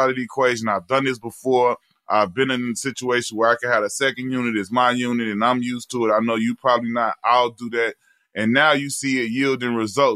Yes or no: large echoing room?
no